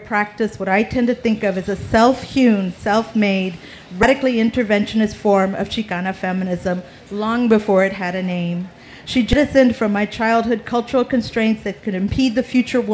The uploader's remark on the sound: 30 Minutes features a panel from the Pima County Public Library’s Nuestras Raices Pavillion at the 2015 Tucson Festival Books.